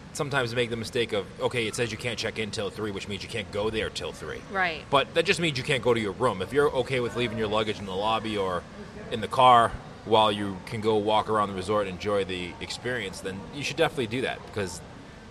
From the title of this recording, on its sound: Live From The Swan and Dolphin Resort